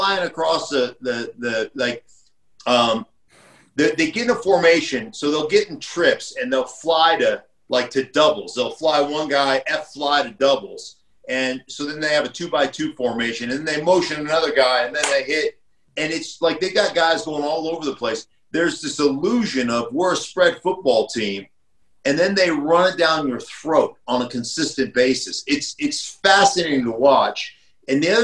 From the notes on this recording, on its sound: zoom together with former NFL lineman